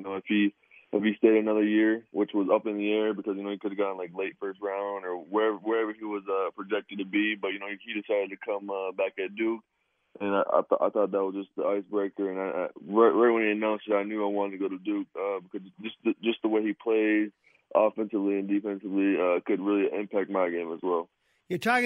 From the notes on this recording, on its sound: Take phone calls and talk news around sports.